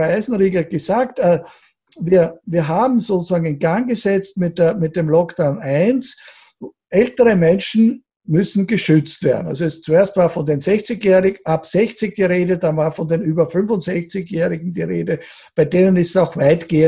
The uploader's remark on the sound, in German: Bei diesem Vortrag handelt es sich um einen Auszug aus dem Online-Salongespräch. Bei diesem Vortrag handelt es sich um einen Auszug aus dem Online-Salongespräch der Generation plus OÖ.